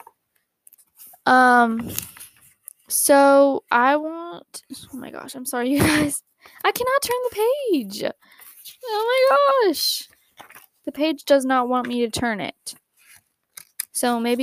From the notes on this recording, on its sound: Sorry for the microphone noises you may hear throughout the episode!!